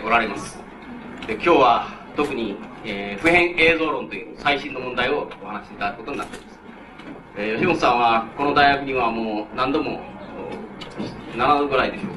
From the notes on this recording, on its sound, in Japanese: 主催：京都精華大学 学生部 場所：京都精華大学。京都精華大学大教室。一般の人にも開放され、 他大学の学生の参加も多かった。音源は主催者から提供だが ライン録音ではない。